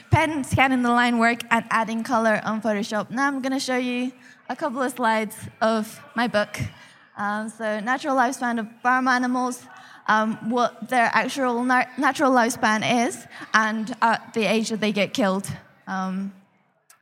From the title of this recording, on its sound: live at Reading Vegan Festival 2019